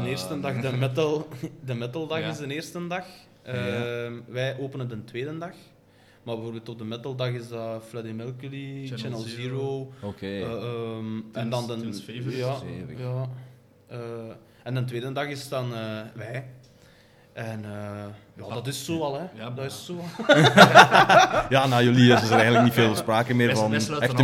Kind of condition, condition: setting, busy venue